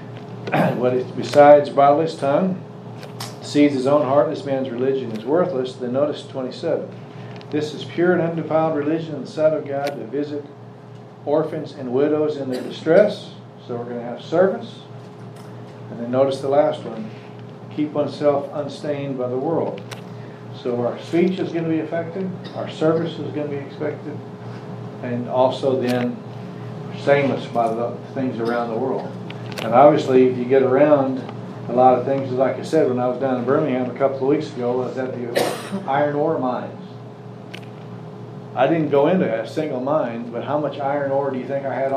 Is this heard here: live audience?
yes